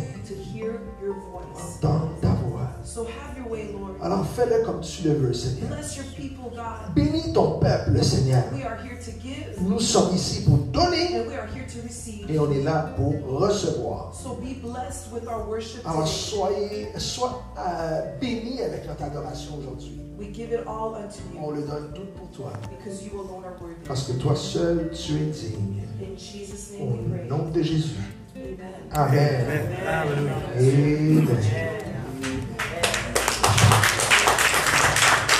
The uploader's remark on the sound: Sunday morning live at the Hub